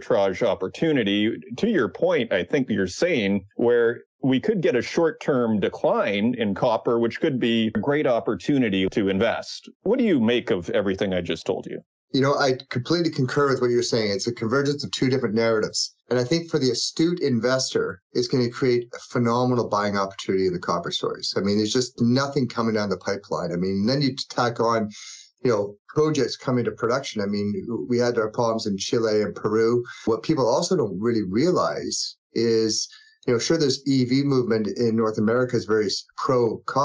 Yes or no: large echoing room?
no